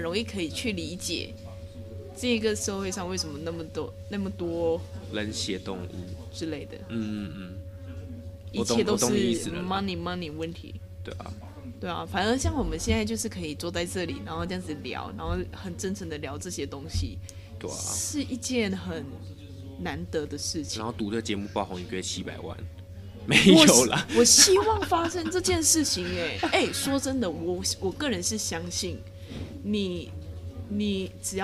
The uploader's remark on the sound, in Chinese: 在外面錄音已經快要變成本節目特色，。手一直敲到桌子，。所以麥克風一直有雜音還請大家見諒。